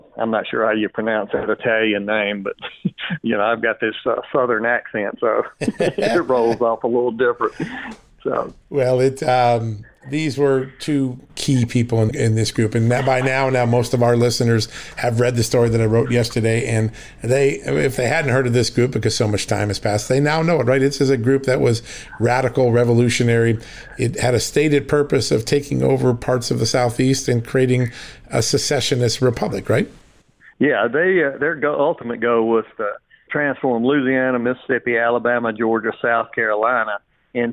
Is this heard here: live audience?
no